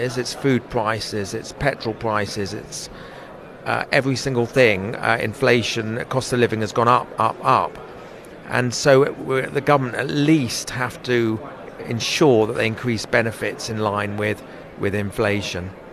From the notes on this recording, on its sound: Is at the party’s conference in Birmingham.